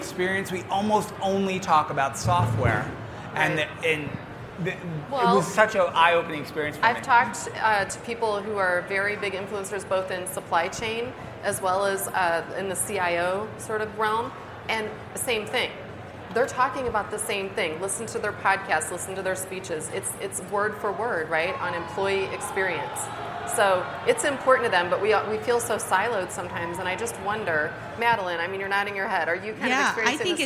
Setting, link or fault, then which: setting, busy venue